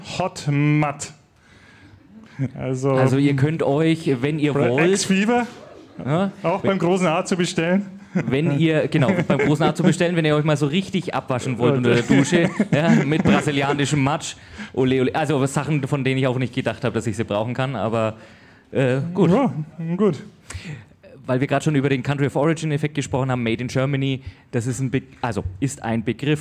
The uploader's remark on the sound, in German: Die Wundersame Wirtschaftswelt ist live auf der Bühne zu hören UND zu sehen! Dieser Live-Aufnahme.